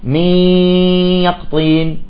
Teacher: بعض الناس يستمر بالغنة حتى ينطق الياء بكاملها الغنة